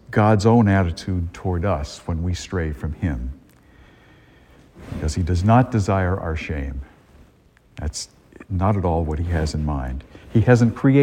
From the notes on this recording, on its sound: A homily delivered at Star of the Sea church in Salisbury, Massachusetts, on Christmas morning, 2022.